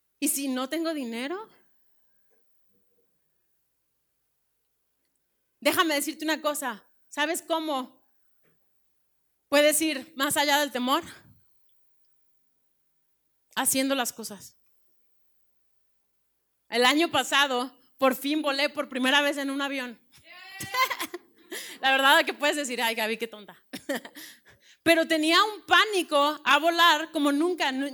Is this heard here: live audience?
yes